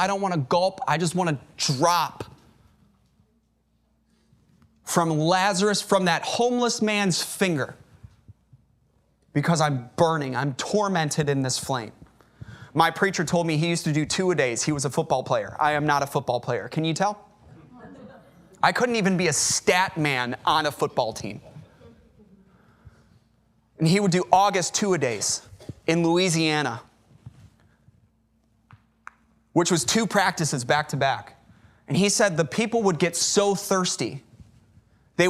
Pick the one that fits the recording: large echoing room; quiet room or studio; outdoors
large echoing room